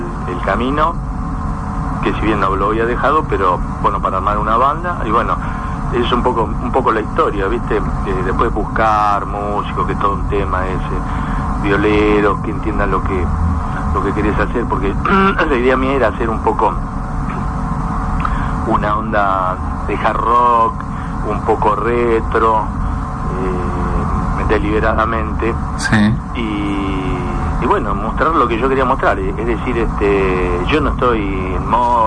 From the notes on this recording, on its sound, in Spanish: Nota telefónica.